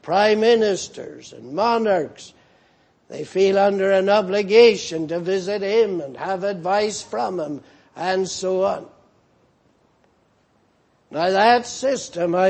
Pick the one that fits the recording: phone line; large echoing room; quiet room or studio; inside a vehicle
large echoing room